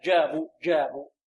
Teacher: الجيم ينحبس عندها الصوت كما ينحبس عند الهمزة · Term: حروف الشدة